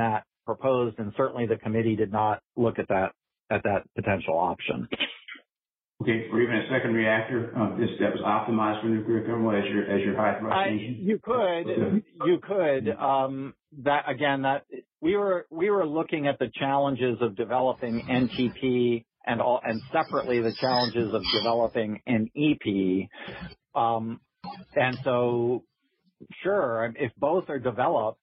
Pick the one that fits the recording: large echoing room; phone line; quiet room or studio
phone line